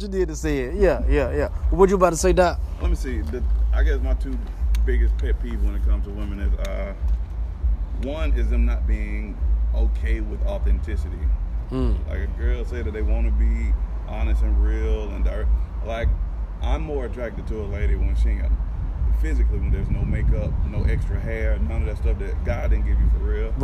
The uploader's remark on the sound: LIVE!! On location of Bizarre Coffee Shop and Bar, located 217 22nd Street Birmingham Alabama 35203 where Bizarre is celebrating their one year operating anniversary!! We’re in good company as the festivities are going.